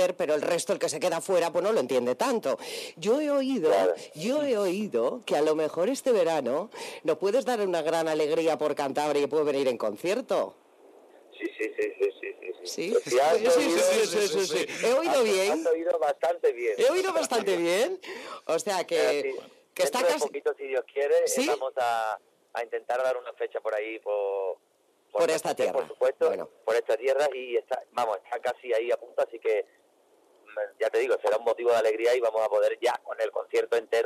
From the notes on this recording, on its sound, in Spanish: Entrevista telefonica. COPE CANTABRIA.